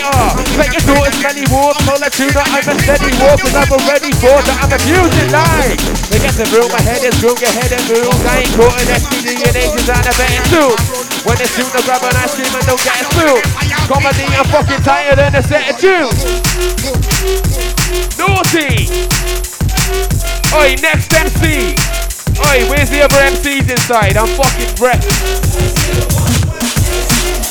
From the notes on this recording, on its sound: LIVE FROM CIRCLE 8 AT CLUB KARMA IN CARDIFF. THIS 3 DECK MADNESS.